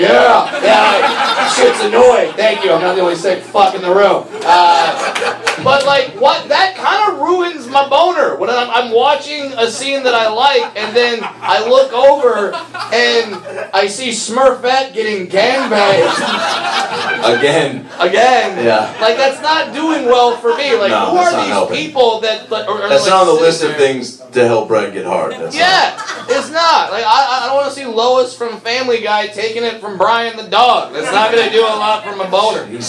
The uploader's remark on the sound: live STAND UP comedy and interview